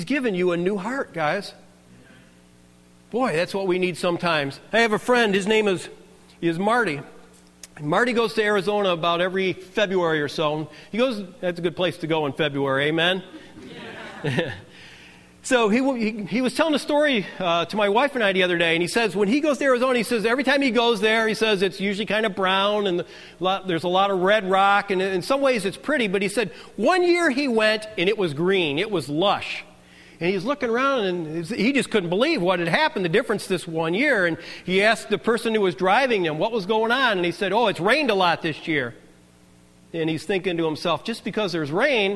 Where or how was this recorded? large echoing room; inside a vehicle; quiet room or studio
large echoing room